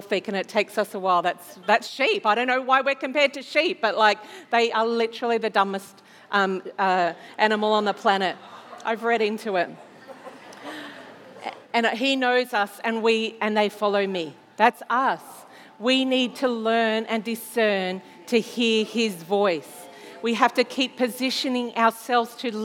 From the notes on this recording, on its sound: This was recorded in our 9am service on the 17th of October, 2021